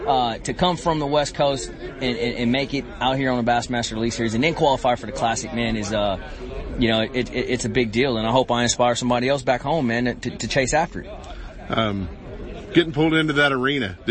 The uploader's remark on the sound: Ultimate Bass Radio - Live Bassmaster Classic Kick Off.